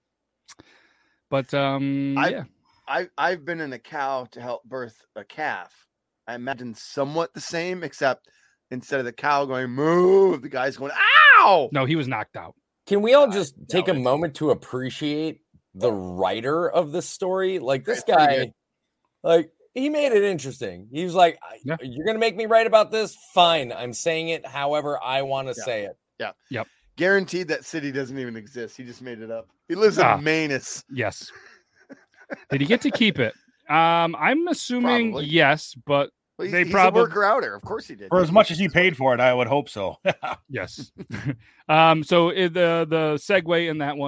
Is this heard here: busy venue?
no